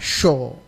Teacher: Saat kita tidak membuka mulut untuk huruf sya, maka yang terjadi adalah sho.